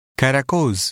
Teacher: the shorter Arabic A sounds more like the A in apple